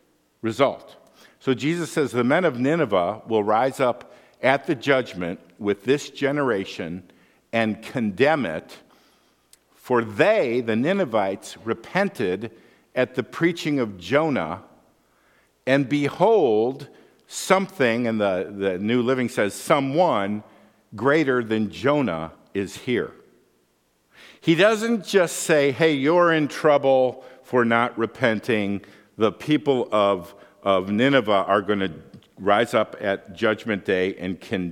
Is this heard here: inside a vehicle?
no